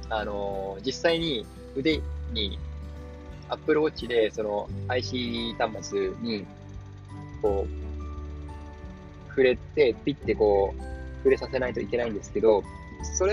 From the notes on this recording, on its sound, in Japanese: 今回、外でAir podsを使って録音した為、外部音楽入っています。その分普段より声を張って喋りました。